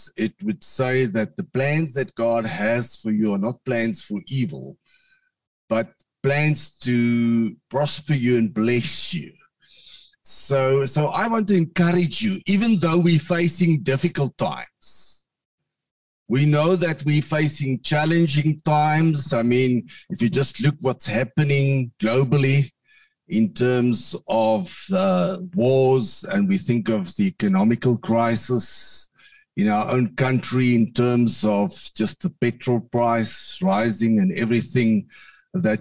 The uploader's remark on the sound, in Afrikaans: Manne van die Woord Zoom Byeenkoms 21 Junie 2022